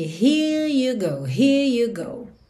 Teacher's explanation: nesse here you go a gente acaba não tendo aquela enroladinha de língua